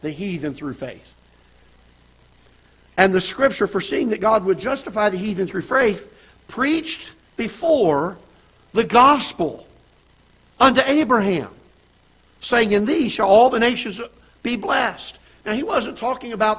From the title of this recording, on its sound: Ketha Heights Baptist Church ~ Live Broadcast